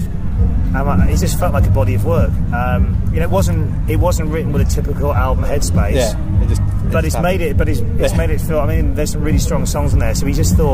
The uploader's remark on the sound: interview at Victorious Festival 2017